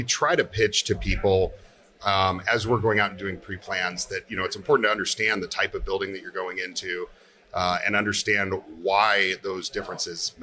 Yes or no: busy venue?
yes